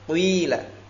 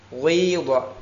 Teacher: Fatakunu harakatuha, sehingga harakatnya adalah baina harakatayid dham wal kasr, antara harakat dhamma dan kasrah